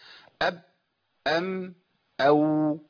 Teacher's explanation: عندنا الميم متوسط والواو رخو والباء شديد · Term: الشده والتوسط والرخاوه